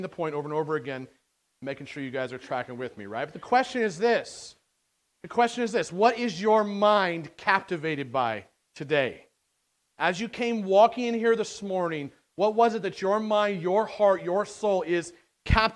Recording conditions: large echoing room